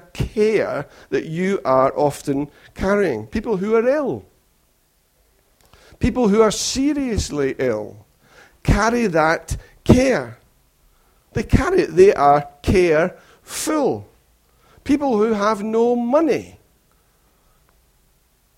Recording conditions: large echoing room